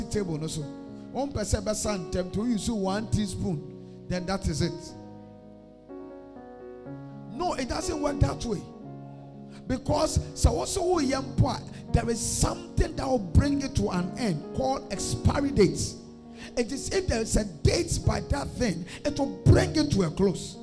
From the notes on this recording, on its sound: A powerful message preached at the Adjei Kojo Cathedral at Tema-East.